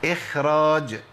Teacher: لكن الخاء هنا في الموضع دوت بتفخم تفخيم عالي. وبعض العلماء قال او استنبط ان سبب تفخيمها هو وجود الراء اللي بعديها.